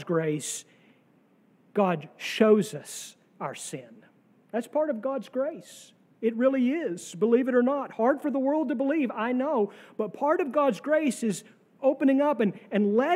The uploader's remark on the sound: sermon from our worship service on July 30, 2023